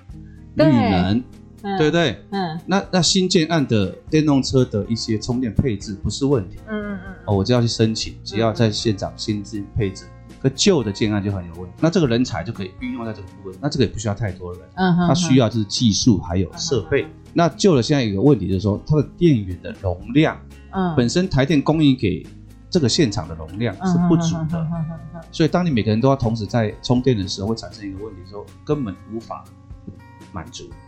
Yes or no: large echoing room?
no